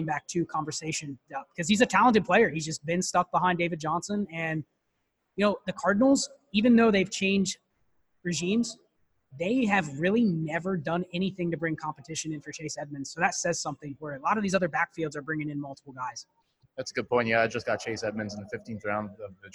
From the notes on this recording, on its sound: LIVE From the Midwest Fantasy Football Expo. This episode takes place live at the Midwest Fantasy Football Expo.